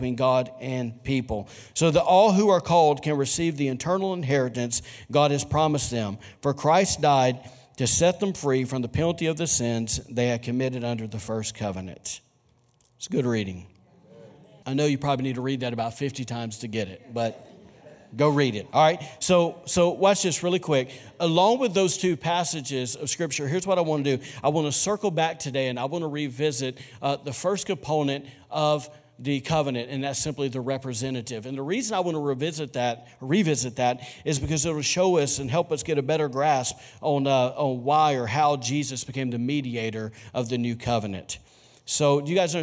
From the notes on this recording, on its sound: was recorded on Sunday, January 26, 2020, during service at The Anchor Church in Rockport, Maine.